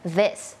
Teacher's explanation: มันไม่ใช่ดอเด็กอย่างเดียวมันมีความสั่นนิดนึงแล้วก็มีลมออกมานิดนึง · Term: เสียงvoice